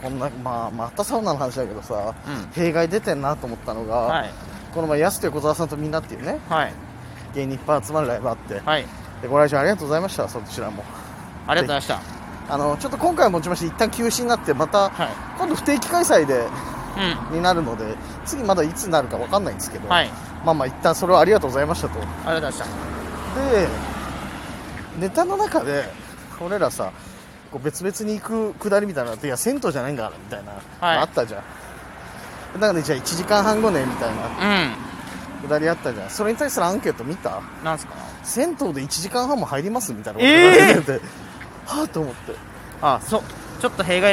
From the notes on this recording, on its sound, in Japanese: 今回は歩きながらのお話し